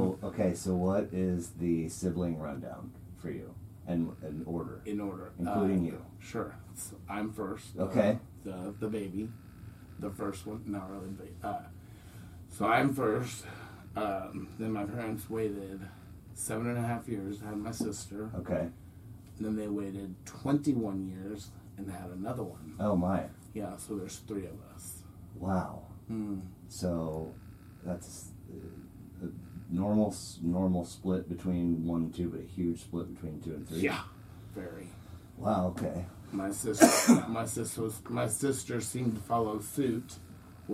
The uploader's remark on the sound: The primary source for audio failed and was unretrievable. I had to use the camera audio, which is ghetto and annoying and comes with the sweet nuisance of hearing the actual camera run most of the time. So, the audio's shitty.